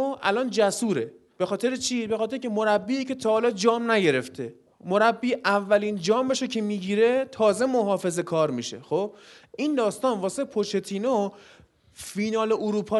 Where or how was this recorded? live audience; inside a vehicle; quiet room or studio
live audience